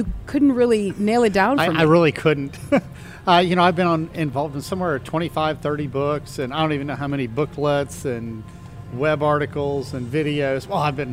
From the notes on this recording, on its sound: LIVE from the Creation Museum Day 2